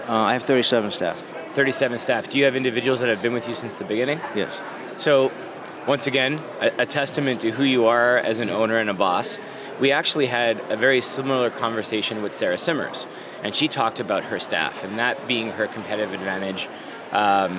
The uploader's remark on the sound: Live from International Seminar 2018. Recorded live at the 2018 International Seminar in Houston, Texas.